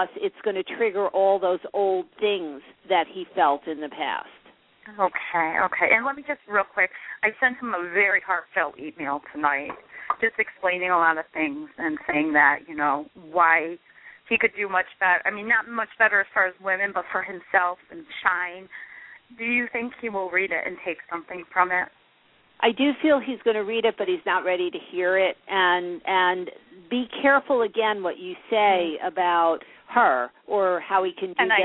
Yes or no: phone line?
yes